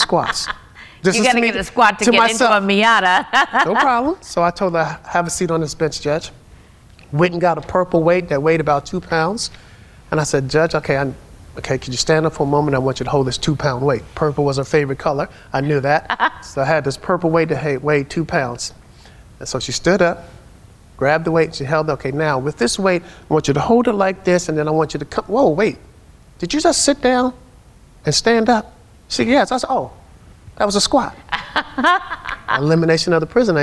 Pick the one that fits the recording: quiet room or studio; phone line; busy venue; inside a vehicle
busy venue